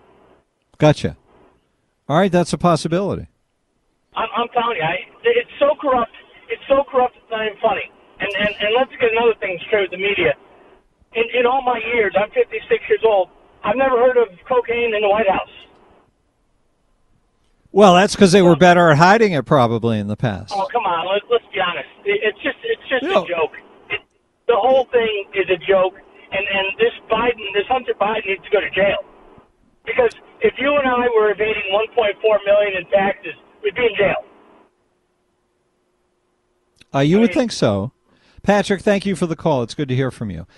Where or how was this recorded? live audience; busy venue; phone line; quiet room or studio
phone line